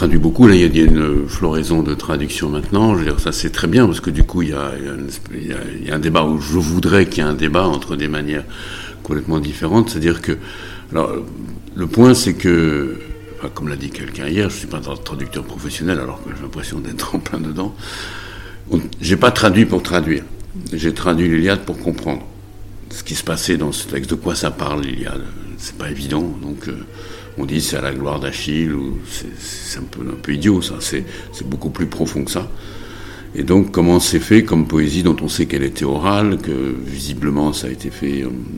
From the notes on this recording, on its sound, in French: L'association ATLAS organisait les 40èmes Assises de la traduction littéraire. J'ai été bénévole à ce festival, et c'était l'occasion d'interroger des intervenants et des membres du public.